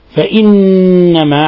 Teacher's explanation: فإنما حرف غن مشدد، النون مشددة فهي تغن مقدار حركتين